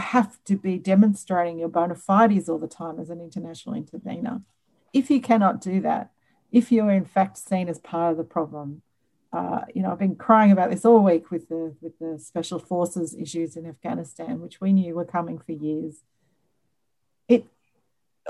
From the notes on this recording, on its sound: Recorded live as a webinar on 24th November 2020.